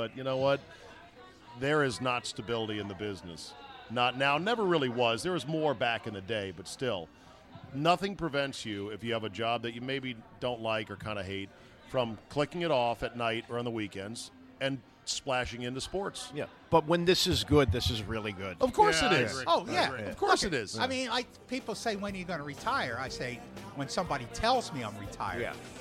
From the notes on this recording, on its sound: RECORDED LIVE at DC PRIME STEAKS in Ashburn VA.